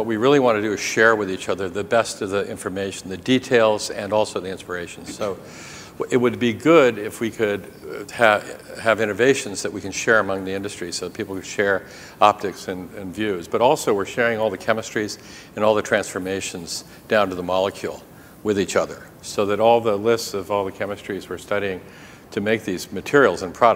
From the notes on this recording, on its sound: The best of live interviews from GreenBiz events.